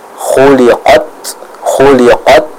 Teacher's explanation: Nah, khuliqat berhenti suaranya. Setelah suaranya berhenti sempurna, ya baru kita berikan sedikit udara untuk menyempurnakan sifat hamasnya. Contoh khuliqat, khuliqat, seperti itu.